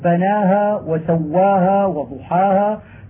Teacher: وإذا وقعت الهاء بين ألفين وجب بيانها لاجتماع ثلاثة أحرف خفية